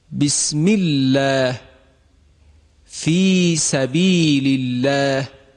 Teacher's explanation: اگر قبل از لام جلال مکسور باشه، یعنی حرف ما قبل لام جلاله دارای کسره باشه، اینجا عطف به ما سبق میشه و لام جلاله هم باید ترقیق بشه